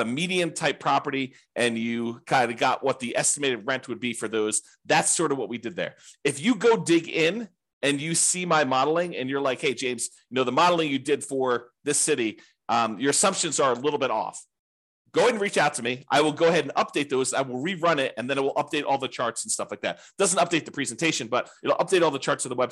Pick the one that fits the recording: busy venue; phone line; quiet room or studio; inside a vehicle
quiet room or studio